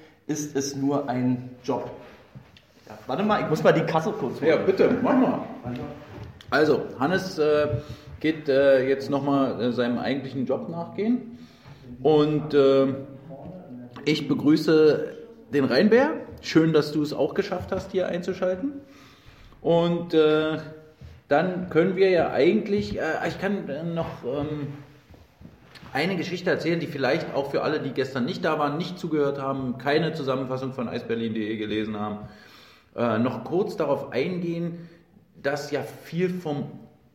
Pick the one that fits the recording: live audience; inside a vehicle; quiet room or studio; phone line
live audience